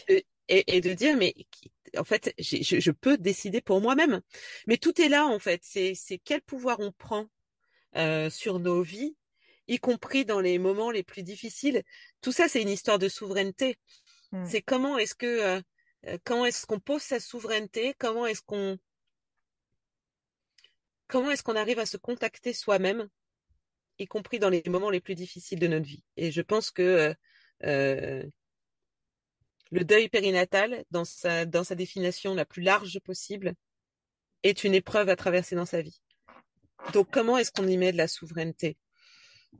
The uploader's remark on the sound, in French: Elle se trouve d’ailleurs en Angleterre dans son bus lors de notre enregistrement.